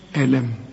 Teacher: الميم لا تغن ما دام عليها السكون